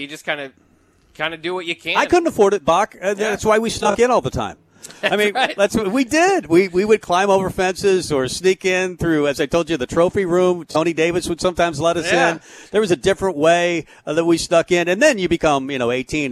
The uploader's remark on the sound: Tailgate Tuesday live from Chick-Fil-A.